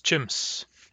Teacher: you will be tempted to pronounce this like chims, as if it ended with a Z, but it does not. It ends with an S.